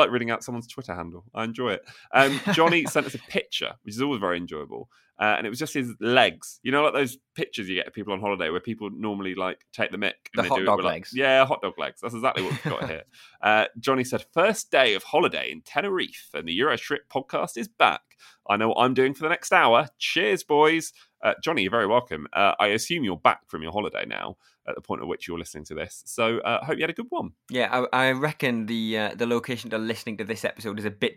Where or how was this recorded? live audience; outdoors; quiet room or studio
quiet room or studio